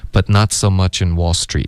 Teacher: much 跟 in 要连读 much in but not so much in Wall Street Wall Street 这个 street 结尾的特省略